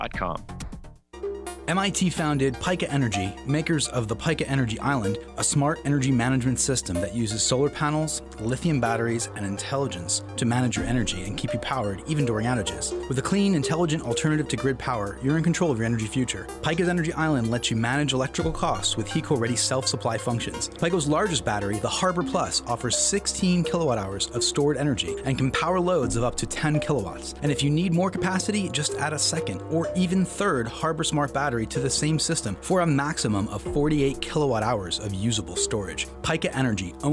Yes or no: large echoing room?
no